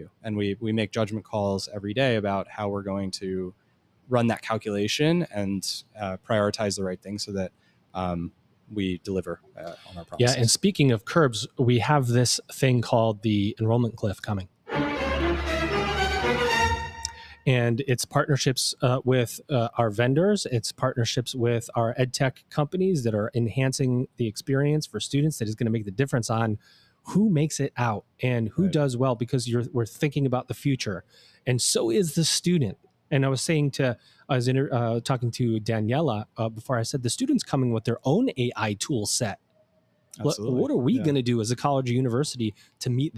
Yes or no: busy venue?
yes